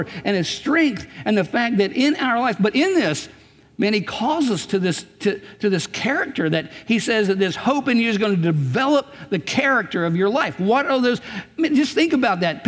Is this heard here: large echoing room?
yes